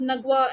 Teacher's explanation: They cannot pronounce J, so their J becomes G, so it's Nagwa.